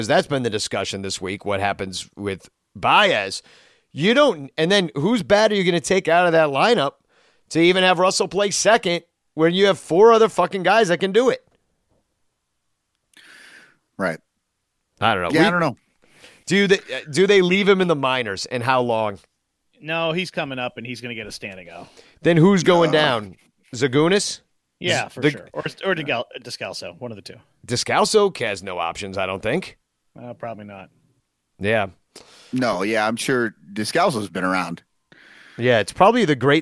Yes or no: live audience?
no